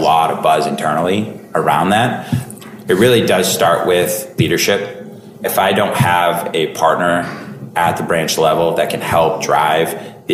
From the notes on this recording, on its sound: recorded at this year’s [Bullhorn Engage]